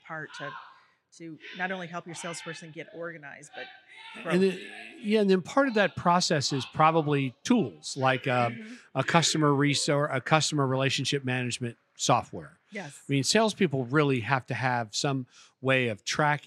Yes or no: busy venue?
yes